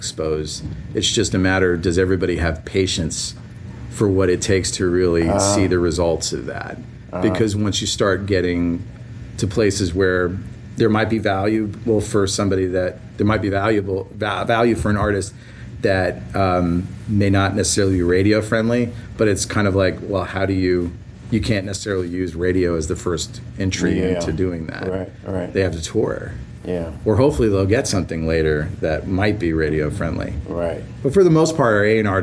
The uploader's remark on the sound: This was recorded at the Music Biz Conference in Nashville on May 17th, 2016.